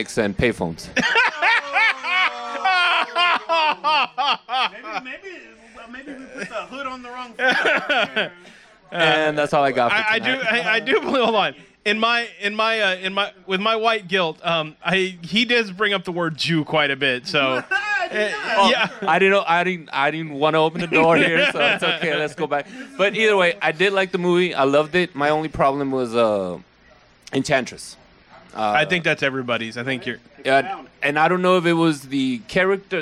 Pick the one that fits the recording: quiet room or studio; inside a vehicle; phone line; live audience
live audience